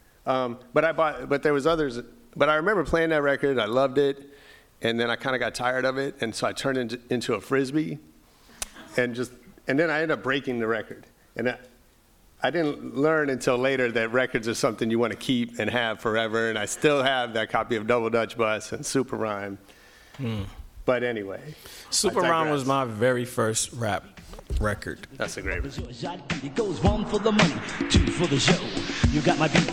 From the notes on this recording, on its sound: THREE YEAR ANNIVERSARY SPECIAL LIVE EPISODE. On stage at the LA Times Festival of Books: Newstory. This episode was filmed in front of a live audience.